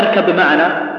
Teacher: نقلب الباء ميم ها وتكون عندنا ميم خالصة مخرجا